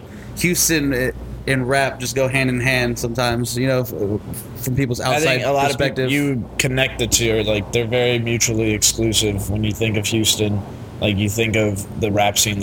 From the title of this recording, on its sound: Live at Axelrad